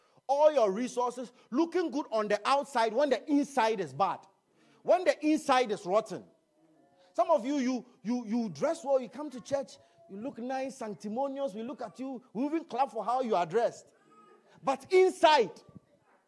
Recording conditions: large echoing room